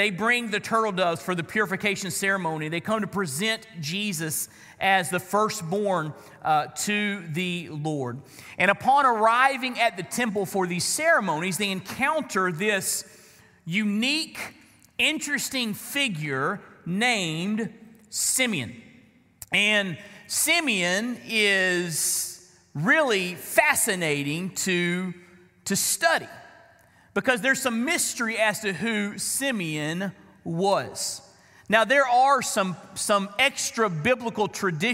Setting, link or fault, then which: setting, large echoing room